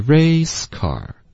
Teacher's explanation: race car 它的重音在第一个音节